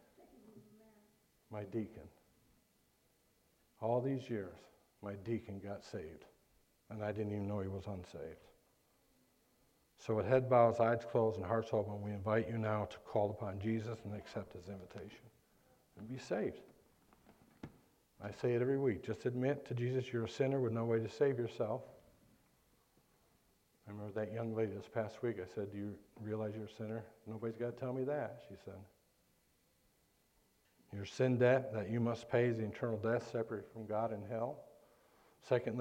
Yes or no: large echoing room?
yes